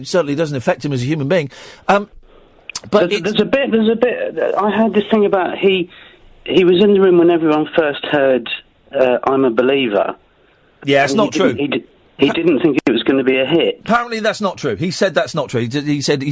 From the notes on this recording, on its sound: Live on the phone.